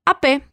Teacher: La E con acento suena bien abierta.